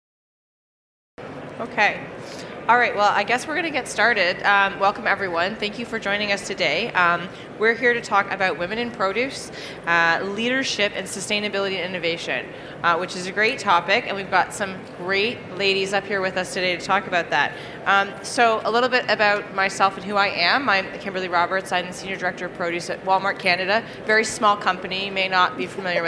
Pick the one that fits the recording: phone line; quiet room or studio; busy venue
busy venue